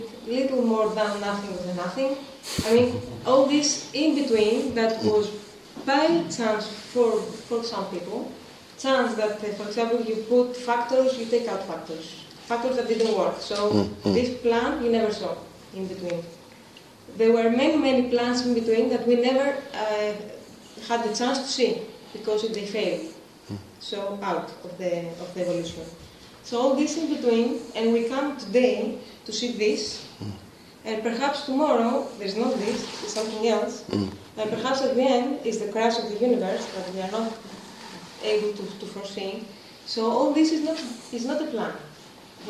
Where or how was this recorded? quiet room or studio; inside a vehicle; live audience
live audience